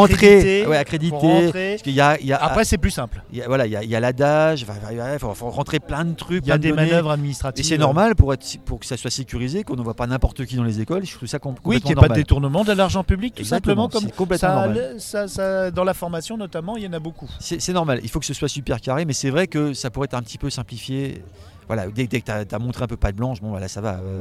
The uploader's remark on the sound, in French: rencontre au festival Etrange Grande 2023